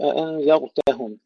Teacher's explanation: الذال مرققة والراء مفخمة، أيضا هذا خطأ يقع من الكثيرين، يفخمون الذال أو يرققون الراء، طبعا ما ننسى غنة الإخفاء.